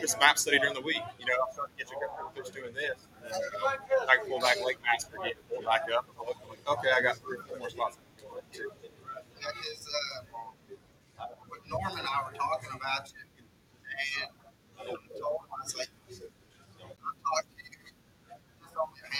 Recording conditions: background noise